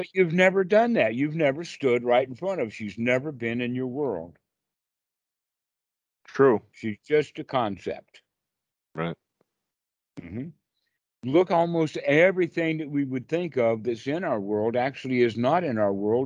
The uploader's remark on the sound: skype calls on this channel